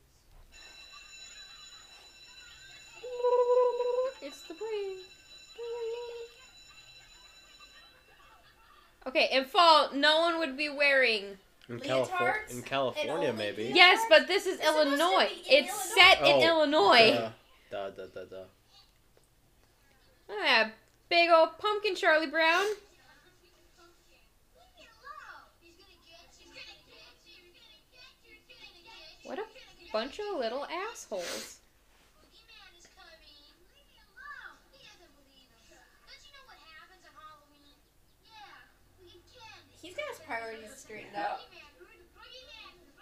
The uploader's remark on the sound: It's like you’re watching a movie with your friends! We tried to block out the movie as best we could but, any and all background sounds or music from the movie belong to the creators.